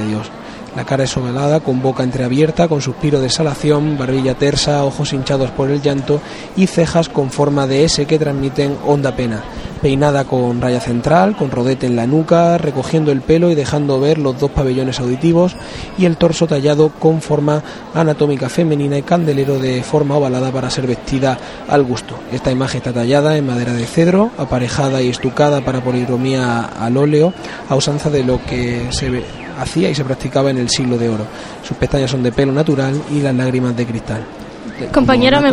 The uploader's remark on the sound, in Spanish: Conectamos en directo con la Plaza de las batallas, por donde transcurre la cruz de guía. Emitimos los "sonidos del silencio".